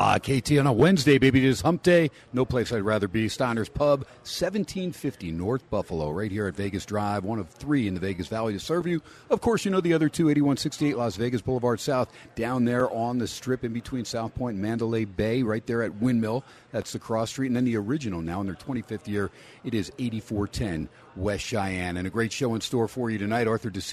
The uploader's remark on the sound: "Live" from #SteinersPub in Las Vegas